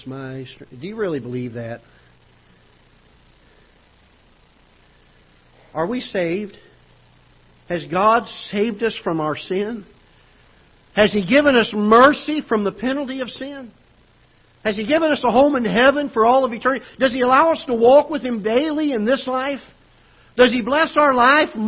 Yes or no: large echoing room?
yes